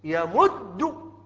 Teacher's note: بقي أمامنا إما السكون، والسكون طبعا لا يمكن أبدا لأن يمد أصلها هكذا، يمد أصلها هكذا، يمد، فهناك حرفان متماثلان من جنس واحد الدال، أولهما ساكن والثاني متحرك فندغم الدال في الدال